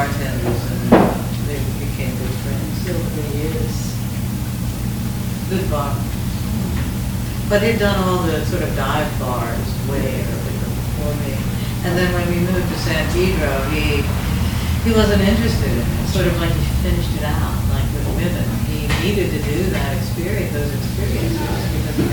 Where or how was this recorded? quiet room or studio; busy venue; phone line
busy venue